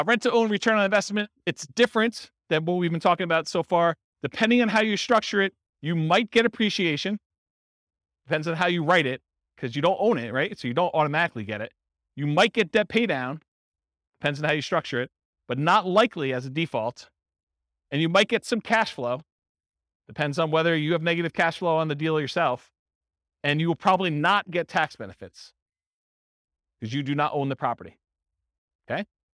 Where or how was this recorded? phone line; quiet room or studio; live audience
live audience